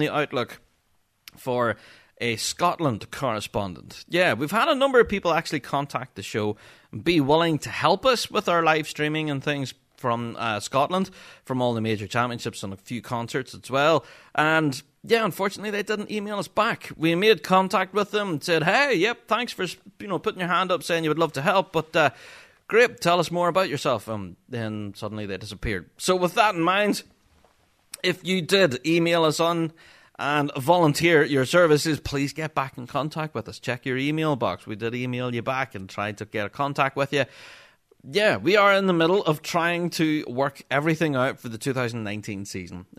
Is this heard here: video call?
no